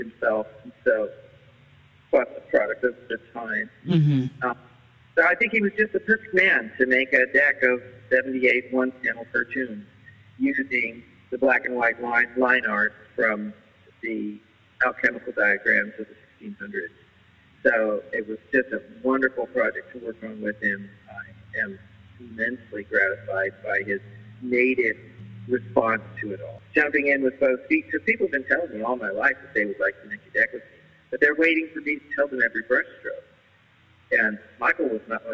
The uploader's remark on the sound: there was a lot of interference and low sound quality (for whatever reasons) with the phone line